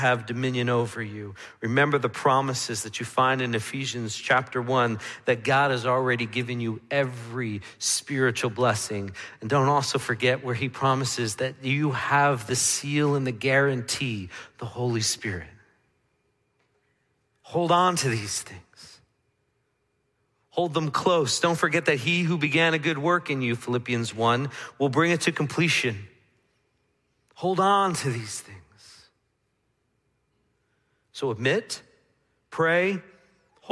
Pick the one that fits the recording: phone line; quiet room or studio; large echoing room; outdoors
large echoing room